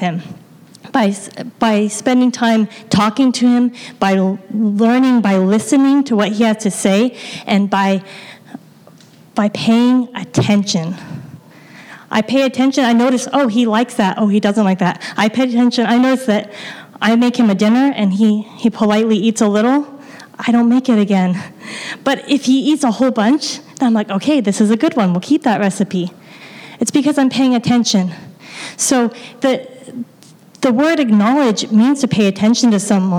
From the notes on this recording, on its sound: the gospel preached at our church on Sunday